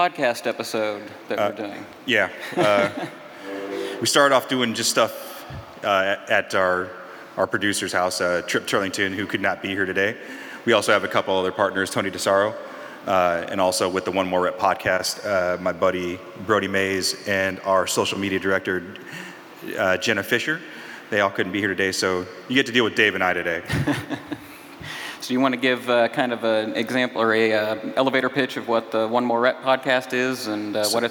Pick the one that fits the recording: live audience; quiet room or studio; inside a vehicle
live audience